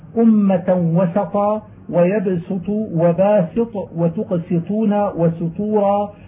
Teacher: وإذا وقعت السين وبعدها حرف إطباق وجبت المحافظة على إظهار لفظ السين وبيان صفيرها لئلا يخالطها لفظ الإطباق الذي بعدها فتصير صادا